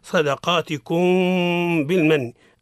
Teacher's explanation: نقولوا الإظهار، معنى الميم في مثيلتها هي 3 أحكام، الميم في الميم في مثيلتها حكمها الإدغام مع الغنة، هذا أول واحد. 2 الإخفاء مع الغنة، الميم الساكنة عند حرف الباء